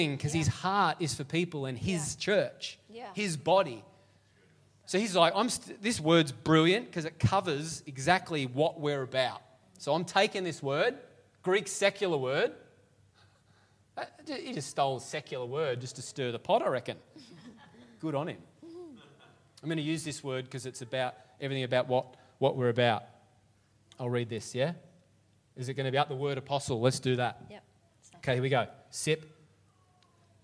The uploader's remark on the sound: LIVE at Echo Church